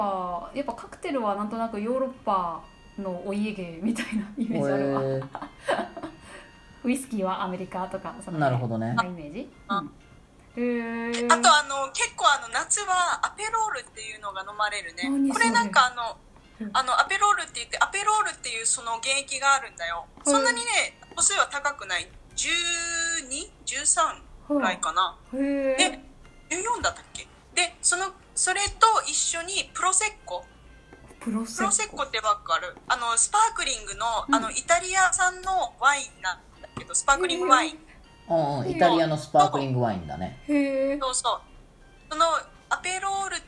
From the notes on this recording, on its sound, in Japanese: LINE電話でのやりとりなので、声が遅れたり音質が悪いことがありますので、ご了承ください。